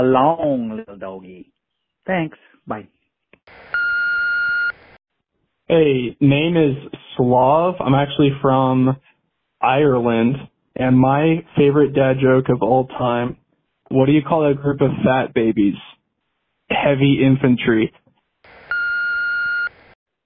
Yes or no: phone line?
yes